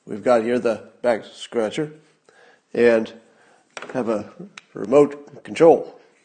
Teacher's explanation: And listen to how he finishes on a confident low note.